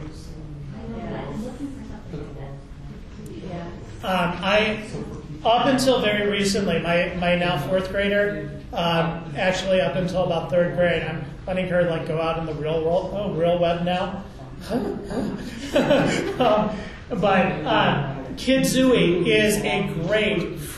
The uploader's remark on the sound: A round robin resource sharing event conducted during the Chicago ATIA 2010 Conference. Lucky for us they had the foresight to make an audio recording of the event!